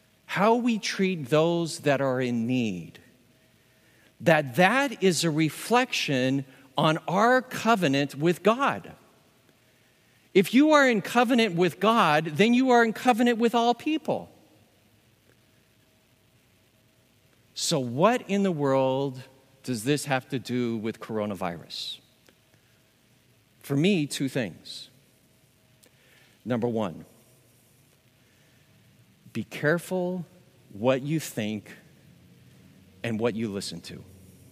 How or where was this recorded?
large echoing room